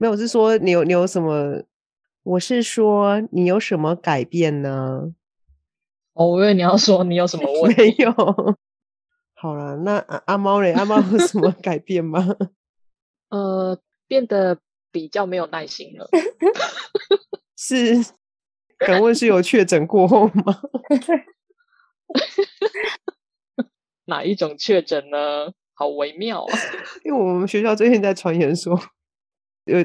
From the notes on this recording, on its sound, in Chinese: 也撥出時間共聚online，。在艱辛的網路連線環境中，克難地錄製節目，。